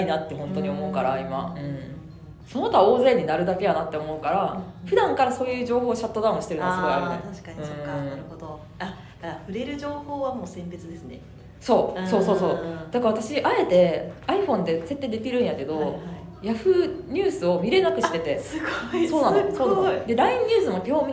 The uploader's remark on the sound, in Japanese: イベント公開収録】